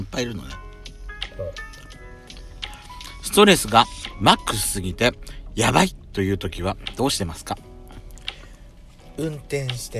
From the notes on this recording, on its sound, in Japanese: パーキング収録